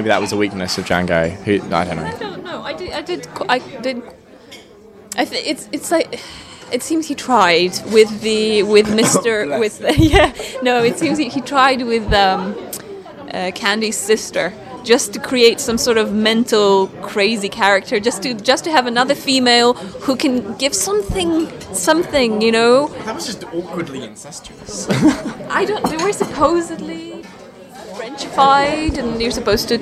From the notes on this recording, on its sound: On the phone. Get together for the final episode of the podcast series at the Filmhouse Cafe in Edinburgh.